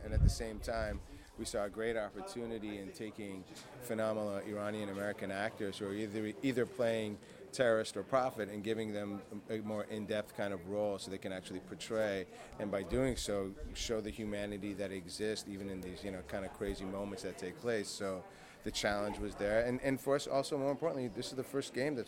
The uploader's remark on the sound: Red Carpet Interview BAFTA Games 2017